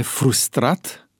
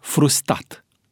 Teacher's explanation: În loc de frustrat, se aude frustat.